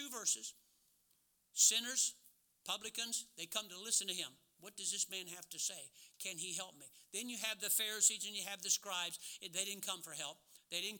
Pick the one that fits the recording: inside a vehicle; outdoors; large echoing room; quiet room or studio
large echoing room